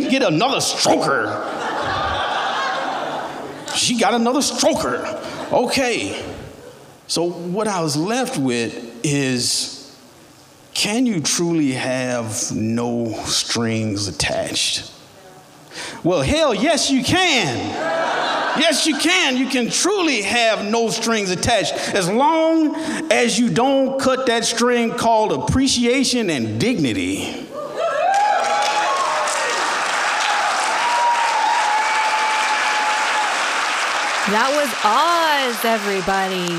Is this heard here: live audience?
yes